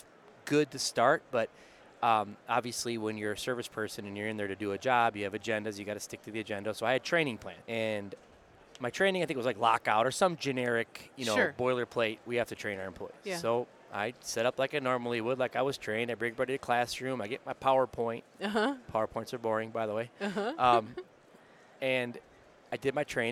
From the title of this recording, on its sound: Live From ASSP Safety 2023